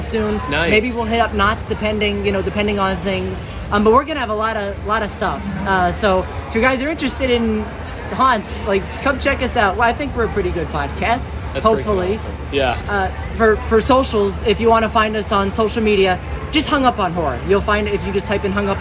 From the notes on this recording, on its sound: recording live at Universal!